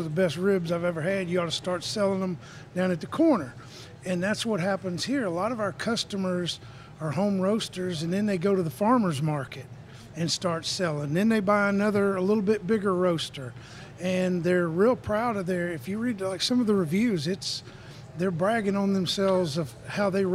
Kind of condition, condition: setting, busy venue